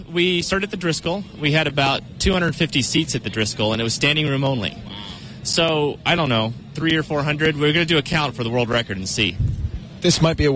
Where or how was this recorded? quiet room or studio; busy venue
busy venue